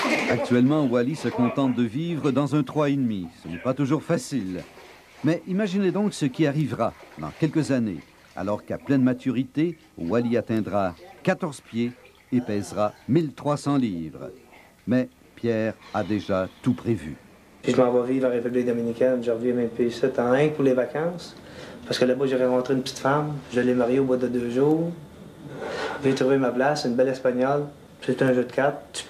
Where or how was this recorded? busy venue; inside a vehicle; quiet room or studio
busy venue